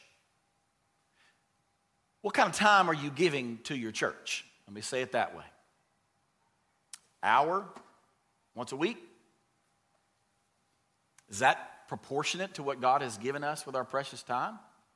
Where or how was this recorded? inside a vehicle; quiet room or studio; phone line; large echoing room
large echoing room